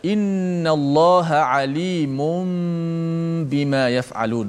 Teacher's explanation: panjangkan suara gunnah itu dua harakat kemudian alimun asalnya tanwin nun mati kan jadi tukar jadi pada